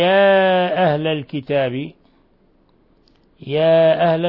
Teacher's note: يا أهل مد منفصل، مد من 4 إلى 5 حركات